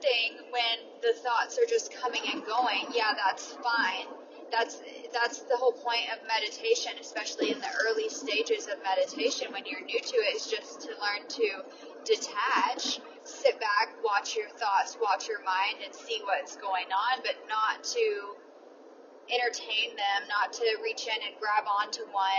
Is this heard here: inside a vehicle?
yes